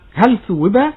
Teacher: اللام هنا لام حرف وحكمها الإظهار لوقوع الثاء بعدها